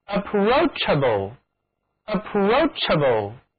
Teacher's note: 接近了事实的真相。我们在 approach 后面加一个形容词后缀 able，A-B-L-E，构成的是可以接近的，平易近人的 approachable。 approachable 这个词里面呢，字母组合 ch 发音是 ch，这个 ch 要和 A-B-L-E 其中的字母 A 合在一起发出一个音